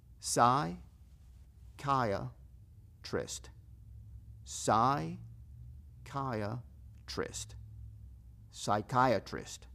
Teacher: tienen una P al principio y no se escucha la P